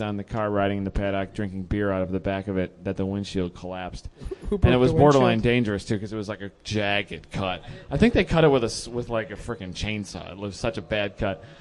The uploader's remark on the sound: Live from HondaMeet15